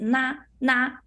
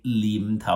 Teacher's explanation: sometimes some Cantonese speakers change the N sound at the beginning of the word to an L · Term: lazy pronunciation